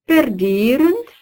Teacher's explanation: la finale de sixième personne des verbes écrites E, N, T ne s'escamote pas